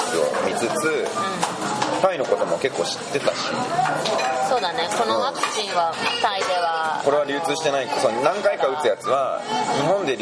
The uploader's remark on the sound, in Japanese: レストランで収録したためちょっと聞きづらいですが。